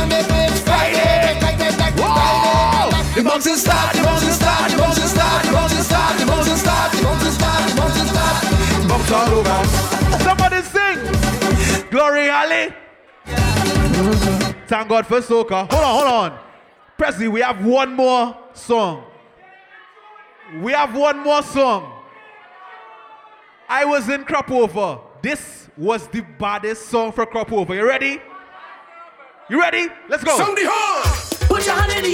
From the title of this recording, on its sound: LIVE AT INDEPENDENCE PARTY [DEC 2013]